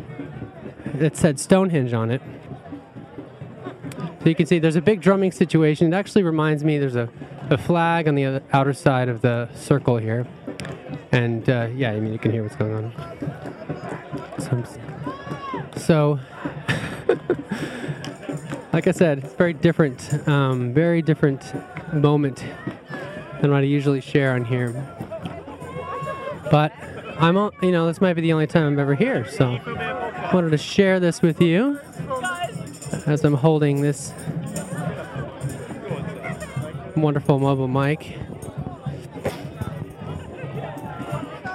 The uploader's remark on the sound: Live at Stonehenge. Recorded with my mobile podcasting setup directly from STONEHENGE!